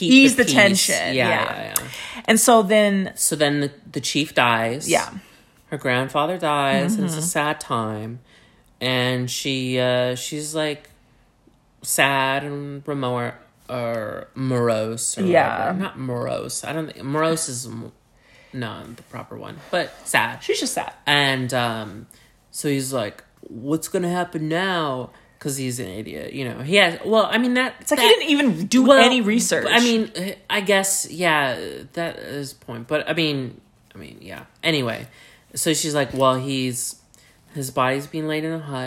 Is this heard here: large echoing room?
no